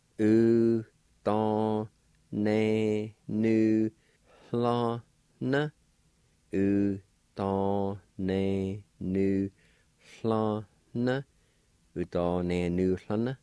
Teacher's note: the faint H sound will be right before the L sound toward the end of the word